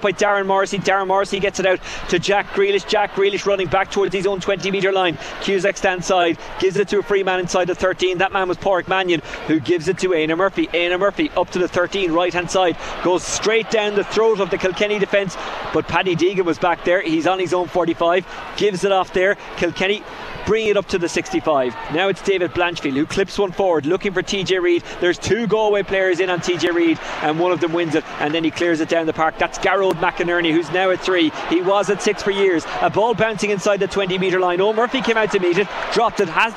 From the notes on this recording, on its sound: as broadcast live from Croke Park